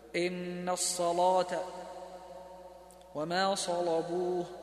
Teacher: فإن ورش يغلظ اللام